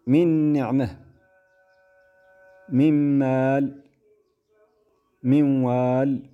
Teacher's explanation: إذا وصلت تضغم النون الساكنة في الياء لأنها من حروف ينمو، فتقرأ من يقول، وهذه الغنة بمقدار حركتين. · Term: الإضغام بغنة